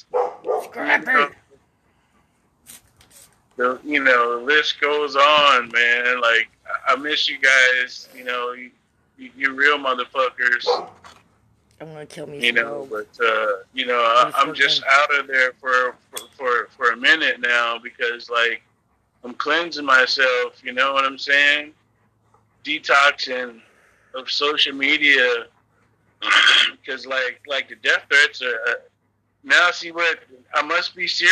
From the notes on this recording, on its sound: a phone chat